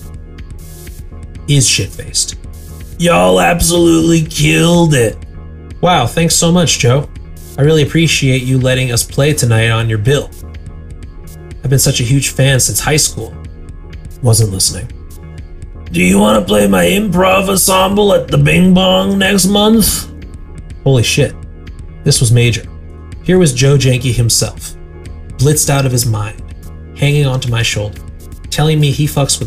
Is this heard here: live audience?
no